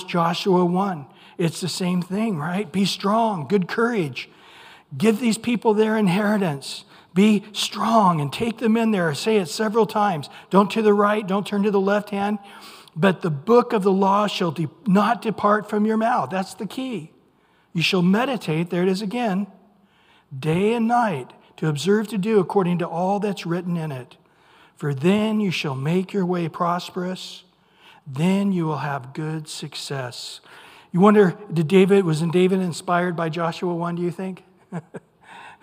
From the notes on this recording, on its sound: Recorded at Calvary Chapel of Los Alamitos on June 28 2023 on Wednesday evening sermon. Recorded at Calvary Chapel of Los Alamitos on June 28 2023 on Wednesday evening sermon.